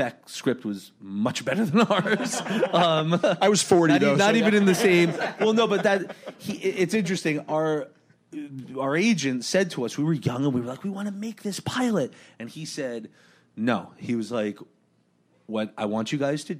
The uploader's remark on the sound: Recorded June 5, 2015 at ATX Television Festival.